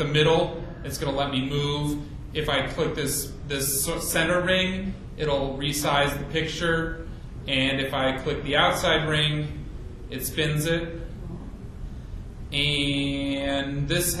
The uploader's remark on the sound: A round robin resource sharing event conducted during the Chicago ATIA 2010 Conference. Lucky for us they had the foresight to make an audio recording of the event!